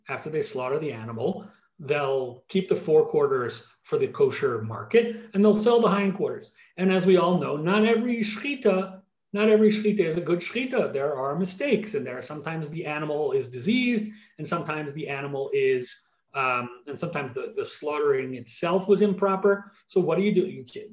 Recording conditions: video call